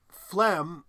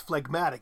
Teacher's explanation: when you split into two syllables that G is suddenly pronounced · Shown in: second take · So it's phlegm, but then it's phlegmatic.